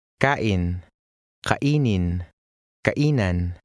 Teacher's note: The stress on the second to last vowel is maintained in the series.